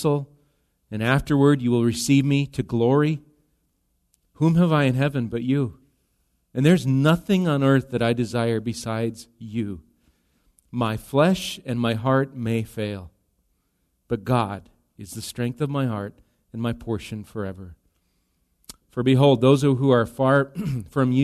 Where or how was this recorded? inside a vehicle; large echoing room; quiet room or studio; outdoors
large echoing room